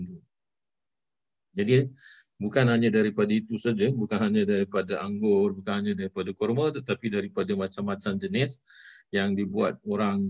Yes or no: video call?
yes